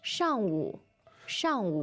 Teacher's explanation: Now, the tones there. Fourth and third. Fourth and a third.